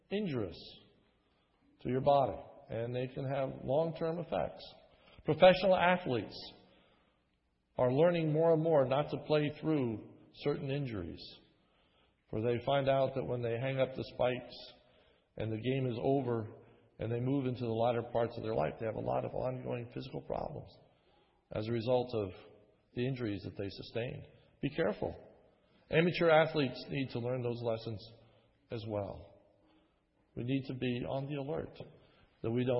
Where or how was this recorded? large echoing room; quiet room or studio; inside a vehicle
large echoing room